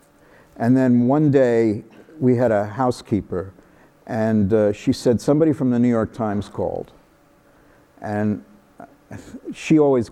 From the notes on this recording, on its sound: live on stage